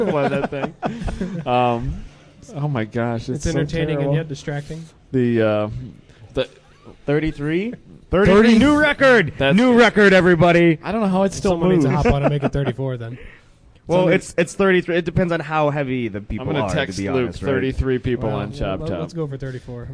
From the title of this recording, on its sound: Live from HondaMeet15